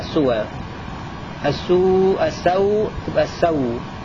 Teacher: نعم، أولا النقل، ونأخذ من قول الناظم محرك به ما قبله متسكنا، ففيه النقل السوء السوء. نعم، تصير بدل ما يكون مد متصل يصير مد طبيعي